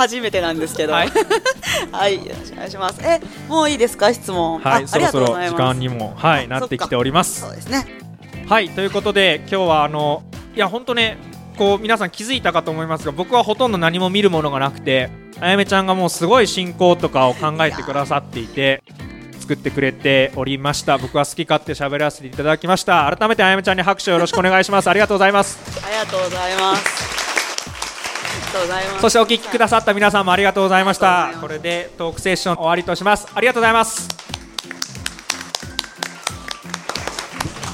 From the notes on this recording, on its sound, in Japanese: 岡山城地下広場にて行われた イベント『OKAYAMA INFLUENCER MEETING』。トークセッションの公開収録の場面をお届けします。